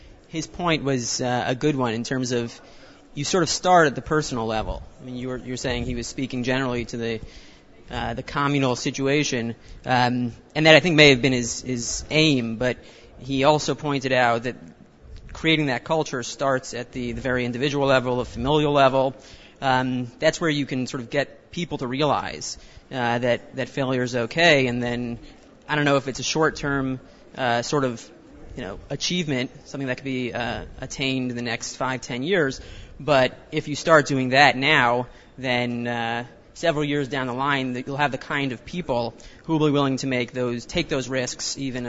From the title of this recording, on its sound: Live from YU's ChampionsGate VIII